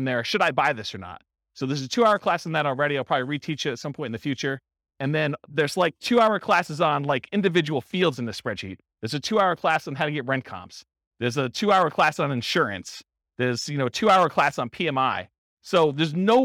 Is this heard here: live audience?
yes